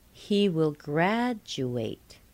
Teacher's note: Grad is still the primary stress. The second syllable is still weak, but the third syllable became a secondary stress.